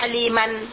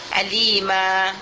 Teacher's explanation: Tetapi untuk tanwin, kalau kita berhenti, dijadikan dia mad iwad. · Shown in: second take · Misalnya aliman, tidak boleh kita baca aliman, harus kita baca alima.